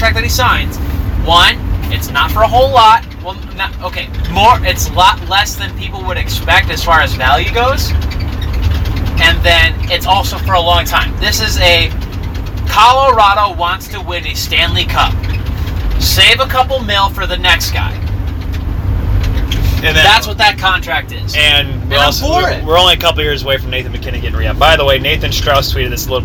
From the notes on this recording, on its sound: The Free Agent Truckcast. While driving a moving truck.